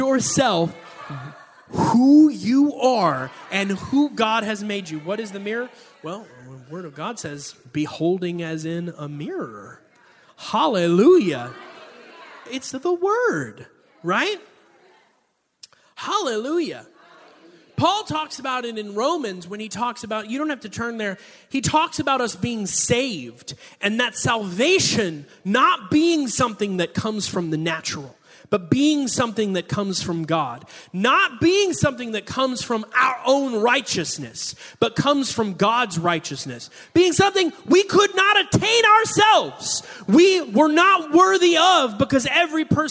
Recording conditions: live audience